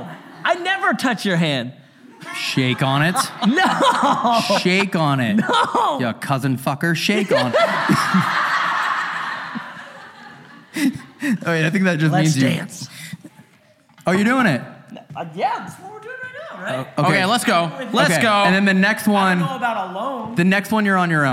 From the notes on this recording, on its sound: This episode was filmed in front of a live audience at the haunted Charlton House in London on October 22, 2022.